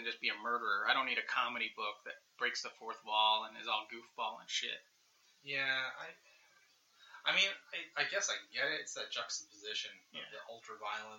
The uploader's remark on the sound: At his home office. There are some audio difficulties in this episode as we still need to tweak our “live” recordings.